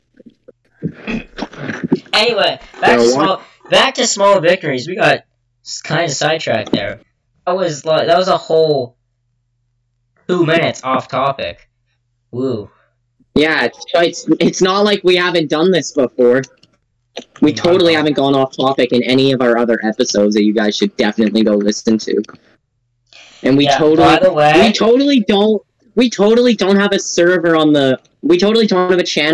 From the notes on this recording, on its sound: Audio was being weird, wasn't doing that in testing